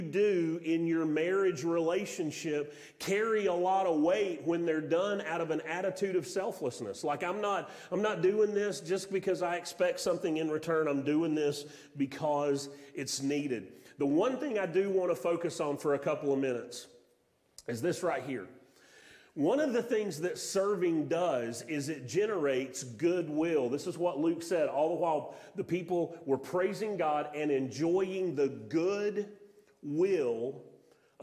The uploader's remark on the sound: Sermon audio from Mission Church in Locust, NC.